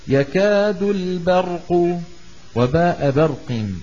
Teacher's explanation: باء رقيقة وراء مفخمة وقاف مفخمة